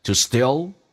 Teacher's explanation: steal 长元音 e 加个 l 这个发音，舌尖抬起来